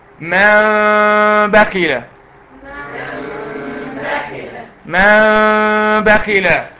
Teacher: قلب النون ميما مخفاه مع الجنه · Term: اقلاب